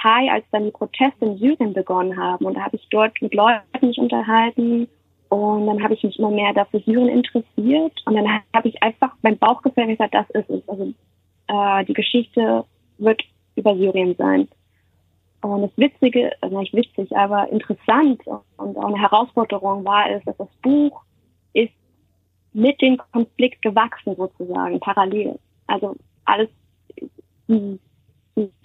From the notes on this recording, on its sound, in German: per Telefon aus den USA dabei